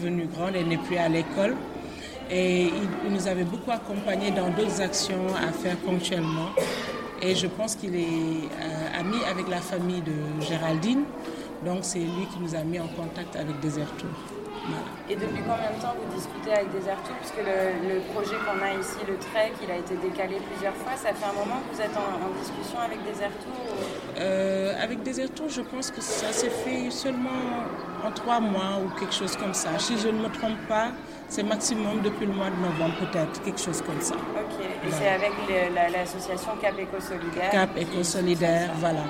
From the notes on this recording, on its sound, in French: Un épisode à l’ambiance un peu particulière, en totale immersion, enregistré dans la cour de l'école Keur Maïmouna à Saly.